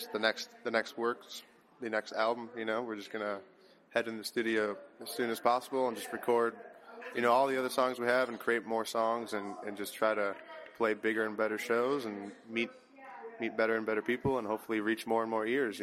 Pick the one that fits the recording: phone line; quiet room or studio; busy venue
busy venue